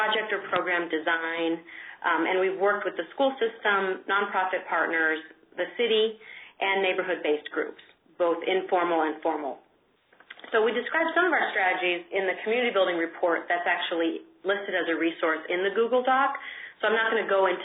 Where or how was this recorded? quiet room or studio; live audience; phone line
phone line